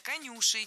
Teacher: Конюши, неверно. Правильно, конюшей. Ударяем второй слог.